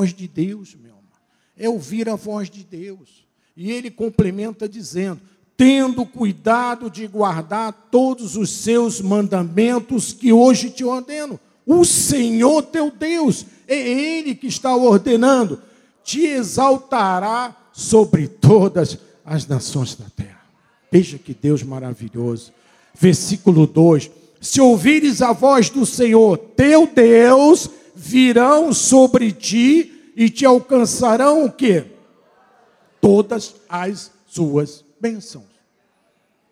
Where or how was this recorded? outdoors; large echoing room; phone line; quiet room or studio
large echoing room